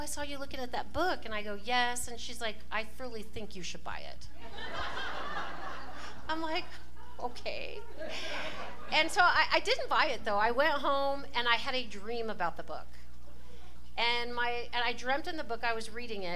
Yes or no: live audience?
yes